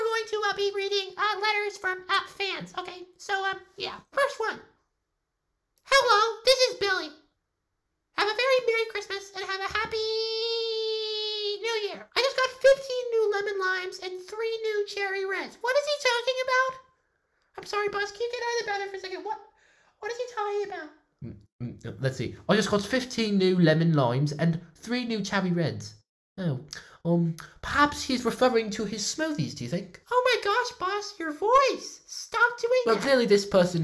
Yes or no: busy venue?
no